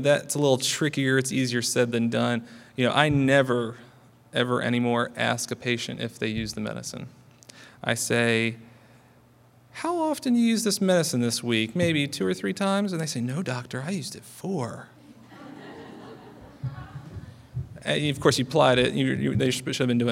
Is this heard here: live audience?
yes